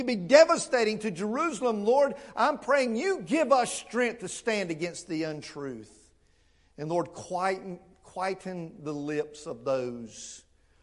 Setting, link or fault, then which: setting, large echoing room